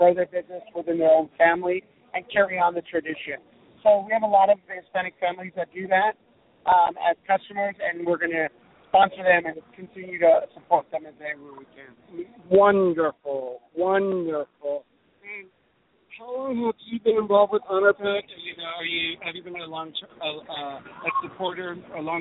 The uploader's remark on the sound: Live from the 2015 HONOR PAC Gala Celebration. La Plaza de Cultura y Artes. Los Angeles, CA 90012.